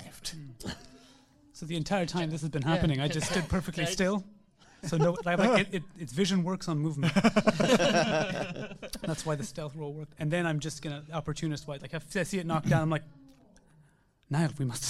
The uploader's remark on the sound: I attended the first ever PodUk Convention in Birmingham and appeared in a live show. I attended the first ever PodUk Convention in Birmingham and appeared in a live show. How We Roll podcast hosted a live, actual play.